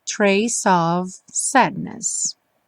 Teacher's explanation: como não tem o som do F final, o C já emenda direto no O